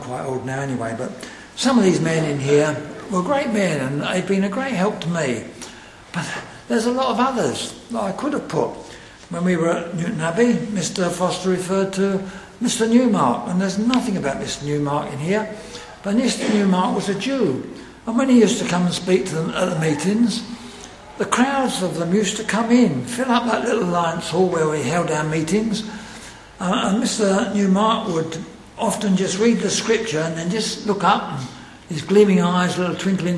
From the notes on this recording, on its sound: Secretary's remarks at the Centenary Conference in London at Westminster Baptist Church on Saturday 24th November 2018.